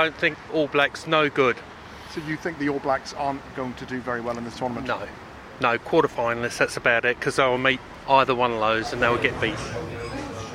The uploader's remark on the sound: The Hard Shoulder was LIVE from The Bridge 1859 in Ballsbridge